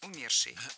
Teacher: А в причастии «умерший» ударным должен быть корень слова.